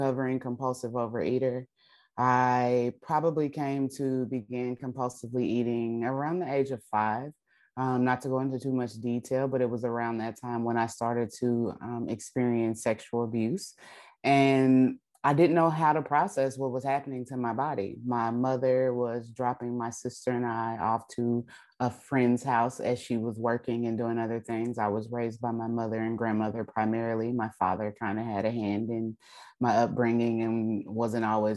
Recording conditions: video call